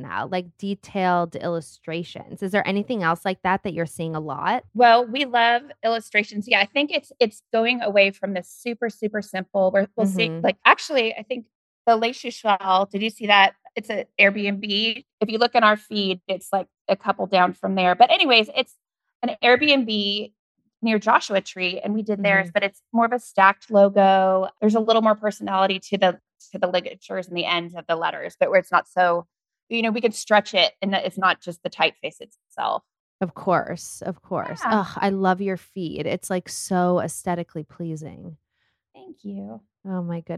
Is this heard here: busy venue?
no